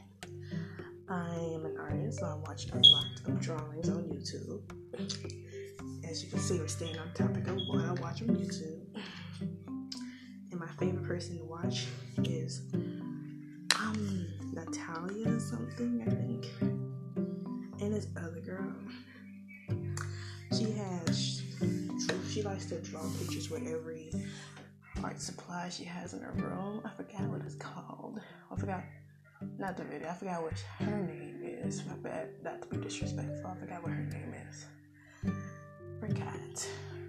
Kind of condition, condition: fault, sounds in the background